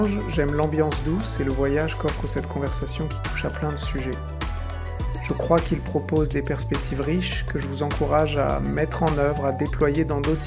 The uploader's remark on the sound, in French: Nous l'avons enregistré début 2023 à distance.